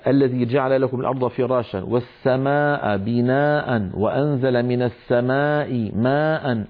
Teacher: أربع كلمات متتالية فيها مدود متصلة، لا بد للقارئ من أن يسوي بين أزمنة هذه المدود الأربعة. يعني ما بيصير بعض إخواننا الله يهديهم يطولون واحد أكثر من الثاني، هذا لا يصح. · Term: مد متصل